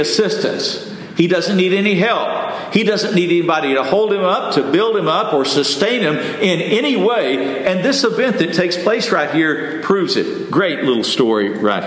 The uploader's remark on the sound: Message delivered Sunday, July 16, 2023 at Mt Carmel Primitive Baptist Church, Bel Air